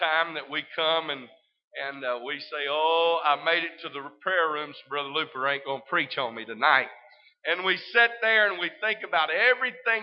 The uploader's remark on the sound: This service is broadcast live from First Pentecostal Church in Silsbee Texas.